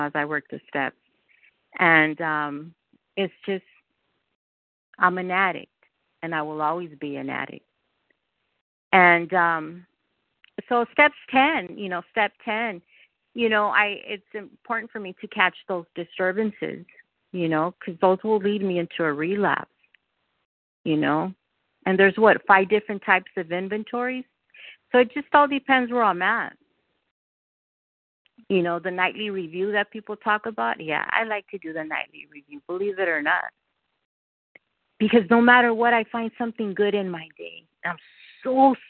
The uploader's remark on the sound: from the 100 Pounders Phone Meeting